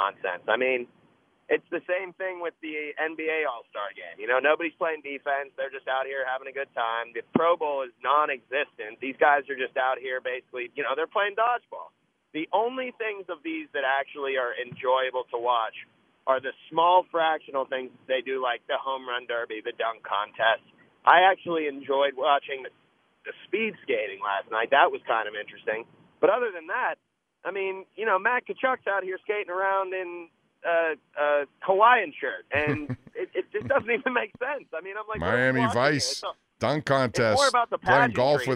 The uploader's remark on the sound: Also, more of YOUR phone calls!